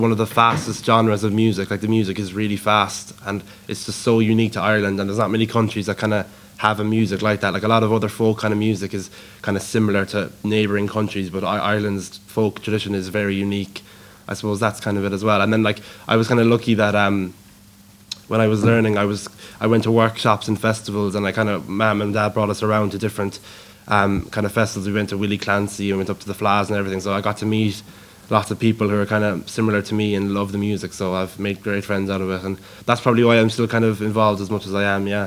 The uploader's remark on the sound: This Interview was originally broadcast as part of Saturday Chronicle. Broadcast live Bodyke Festival 2023.